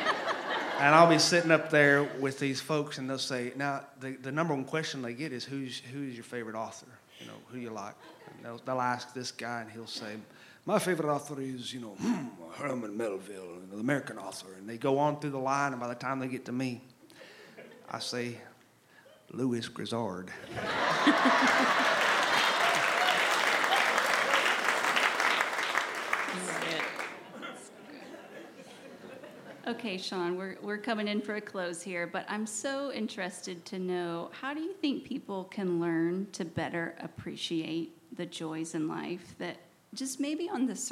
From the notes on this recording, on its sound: This episode was recorded live at The Franklin Theatre (Franklin, TN) on Oct.